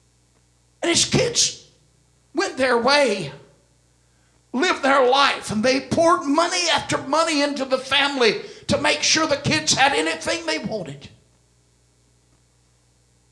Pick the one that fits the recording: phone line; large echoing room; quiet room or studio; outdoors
large echoing room